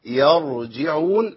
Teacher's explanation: احنا عايزين نفخم الراء يرجعون عشان الراء مفخمه